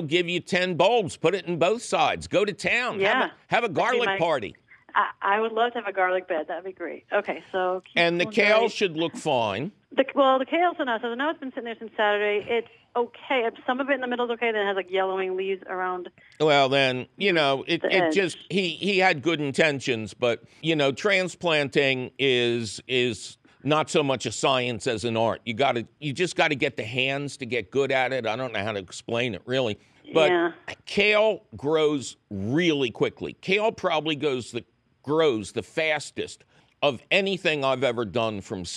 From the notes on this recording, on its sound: your Fabulous Phone Calls